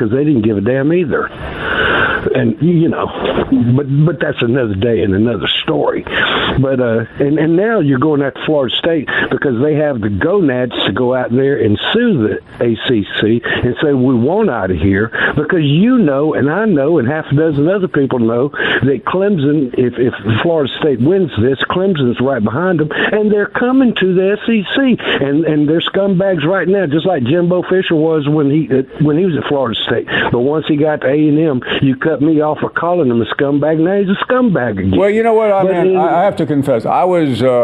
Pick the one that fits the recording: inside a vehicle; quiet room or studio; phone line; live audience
phone line